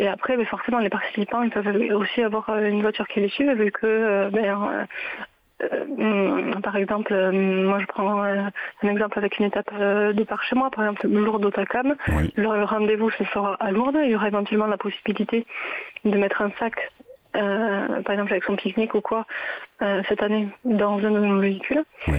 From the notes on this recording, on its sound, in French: En plateau à distance au téléphone